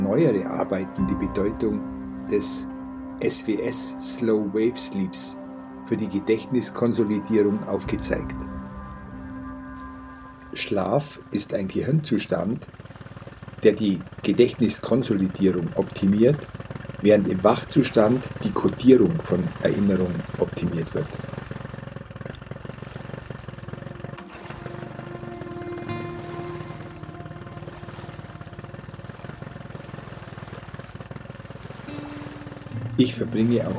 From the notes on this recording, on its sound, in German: In dieser Folge hörst du eine Aufnahme, die ich auf dem Ganges in einem Boot im Regen gemacht habe. Die hochwertige Audio-Aufnahmen, die ich hier in Indien gemacht habe umfasst das volle hörbare Klangspektrum.